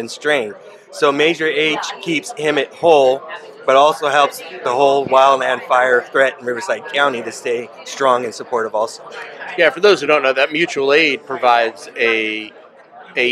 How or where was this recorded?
busy venue